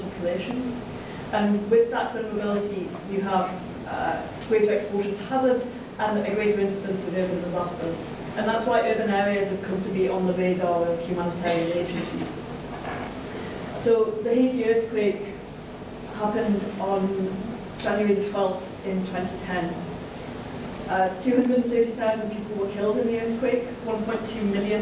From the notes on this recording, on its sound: The lecture delivered at the Royal Institute of British Architects